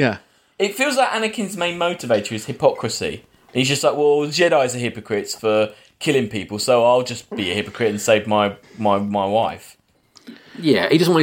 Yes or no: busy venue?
no